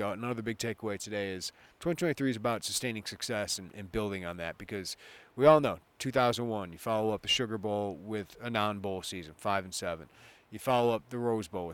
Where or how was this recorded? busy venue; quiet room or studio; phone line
busy venue